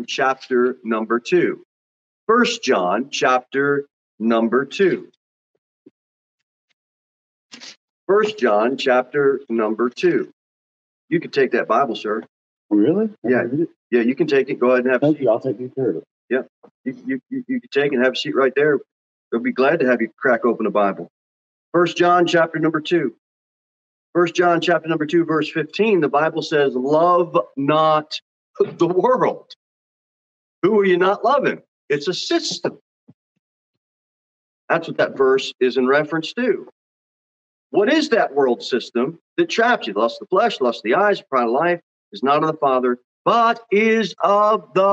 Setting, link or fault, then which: setting, large echoing room